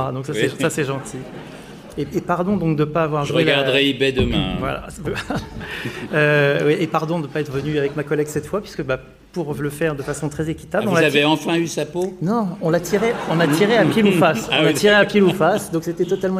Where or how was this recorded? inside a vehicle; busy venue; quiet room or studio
busy venue